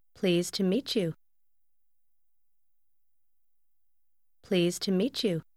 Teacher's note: Từ đầu tiên kết hợp với to tạo thành một âm giống như từ please với nghĩa lịch sự và hai từ cuối cũng được phát âm liền với nhau